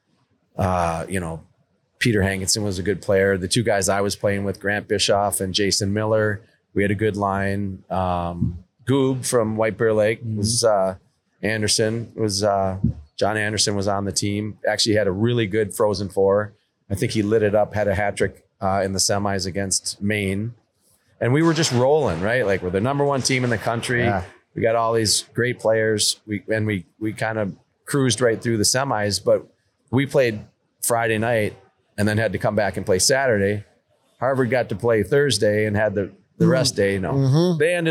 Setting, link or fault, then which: setting, busy venue